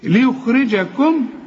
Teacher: والراء هنا أكثر رقة لأنها مكسورة